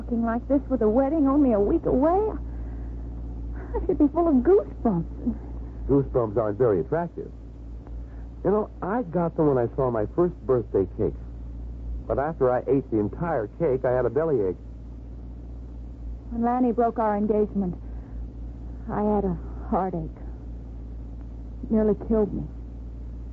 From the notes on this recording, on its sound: Whispering Streets - 1957 Jilted AFRS (Poor Sound).